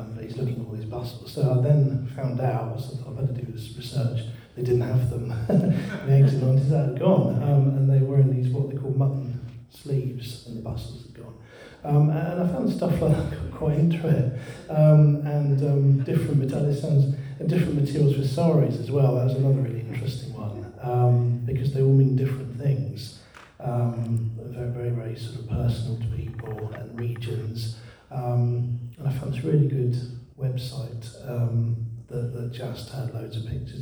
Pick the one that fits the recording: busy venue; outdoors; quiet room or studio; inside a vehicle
busy venue